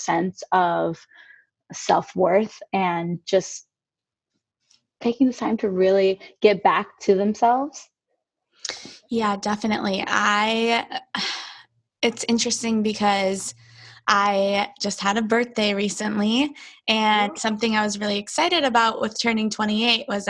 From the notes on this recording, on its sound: We found a new option for distance recording called Zoom!